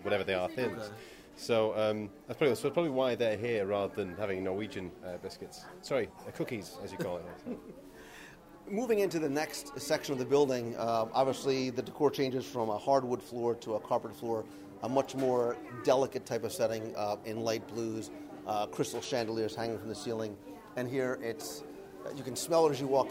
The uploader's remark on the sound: Recorded live from the pavilion itself